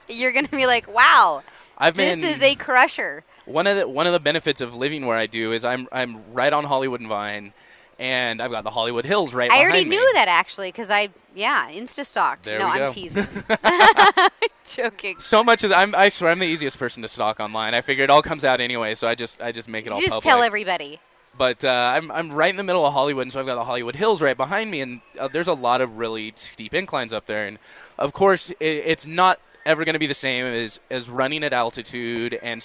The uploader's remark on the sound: at the International Sportsman's Expo